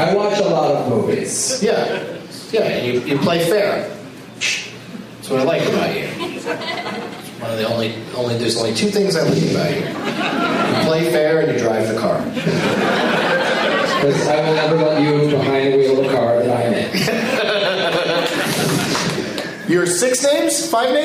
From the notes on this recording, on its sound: against audience members at Zanie's in Nashville, TN